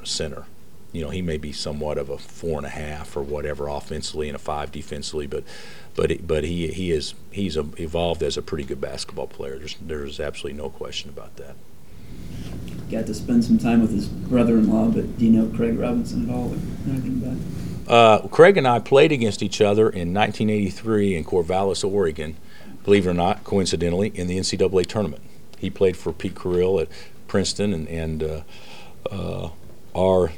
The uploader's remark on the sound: Press Conferences & Post-Game Interviews